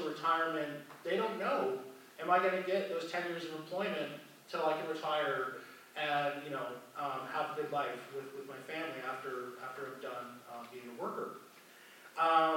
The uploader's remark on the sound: Recording from the Parkland Institute's Fall 2022 Conference. At the University of Alberta.